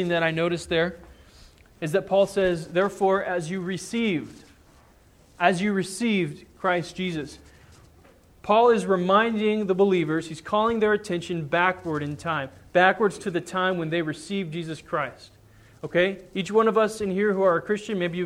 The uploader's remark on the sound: Sermon preached on Sunday, February 28, 2010 at the Church of the Good Shepherd in Glendora.